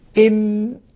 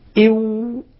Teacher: الميم والباء بإطباق الشفتين، والواو بانفراجهما مع ضم شديد